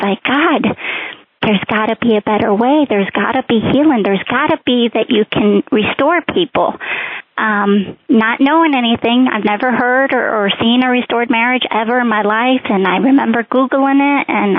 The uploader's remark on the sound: CONFERENCE CALL